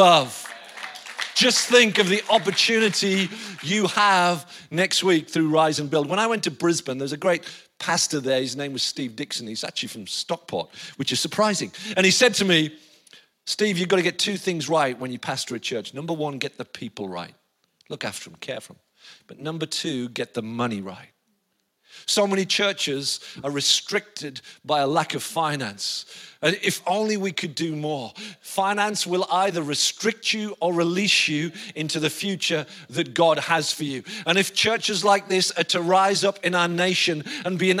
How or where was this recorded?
live audience